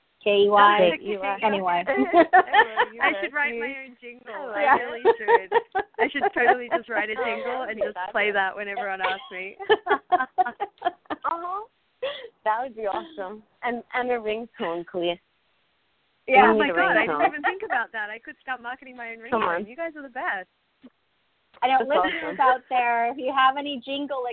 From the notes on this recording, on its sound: During this special live reading show, they will be taking your calls for readings & questions.